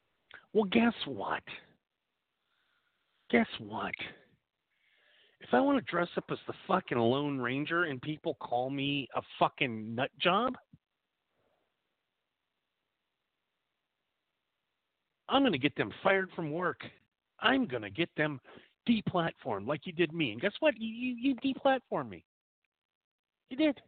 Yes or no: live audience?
no